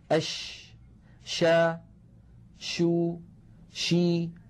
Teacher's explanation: تجدون بأن صوت حرف الشين ينتشر الصوت في الفم · Term: التفشي